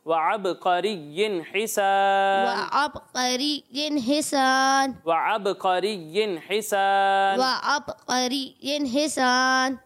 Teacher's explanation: یہاں عین لکھا ہوا ہے ٹھیک ہے، تو اسے حمزہ کے مخرج سے نہیں پڑھنا